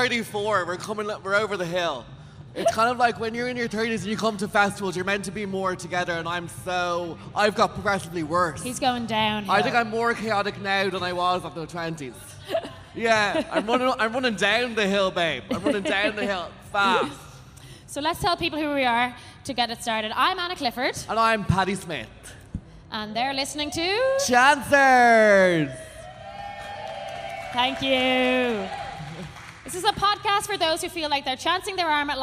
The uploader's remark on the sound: Live Podcast Electric Picnic. Graced the “Ah Hear Now” stage at Electric Picnic 2022 with their first ever cheeky Live show!